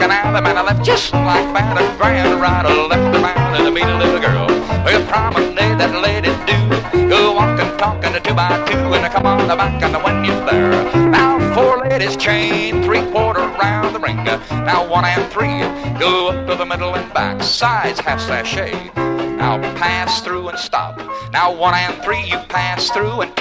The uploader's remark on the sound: Here he is in a live dance recording around 1962.